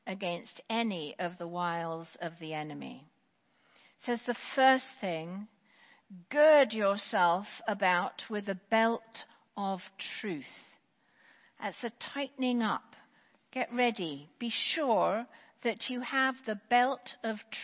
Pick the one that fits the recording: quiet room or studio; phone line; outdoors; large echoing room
large echoing room